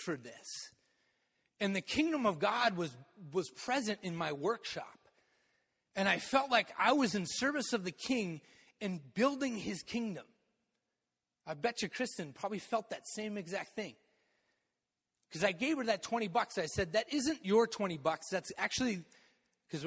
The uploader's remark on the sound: Message delivered in the Contemporary worship service.